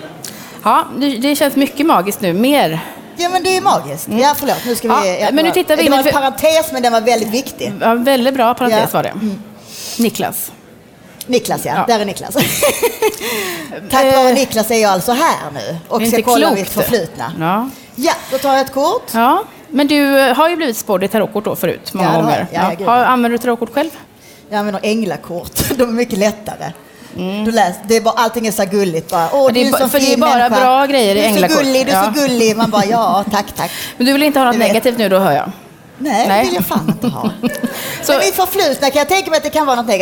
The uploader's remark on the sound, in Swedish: Live från DokuPodd 2017 på Fotografiska